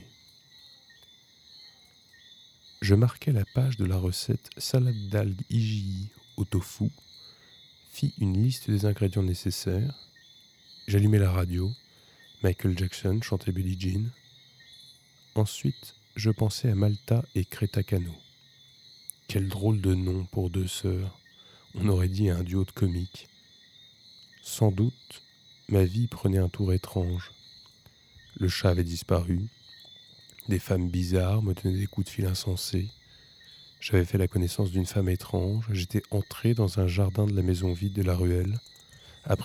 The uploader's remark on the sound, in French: Enregistrement nocturne en extérieur.